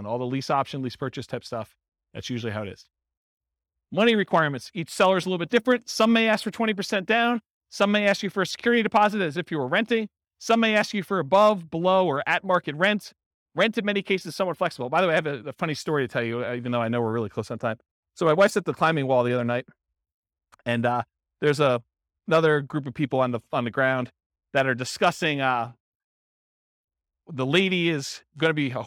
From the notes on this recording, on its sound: This was a live class recorded